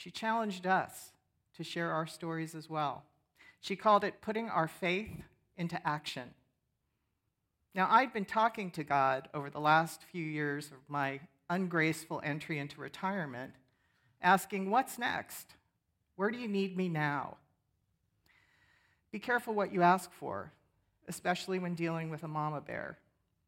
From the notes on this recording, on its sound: 10am Worship. Sermon from our worship service on 10/15/23. Streamed live on video from our campus in Westlake Village, CA.